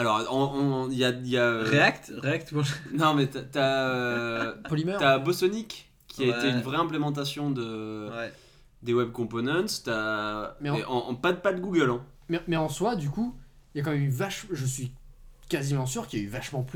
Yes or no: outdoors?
no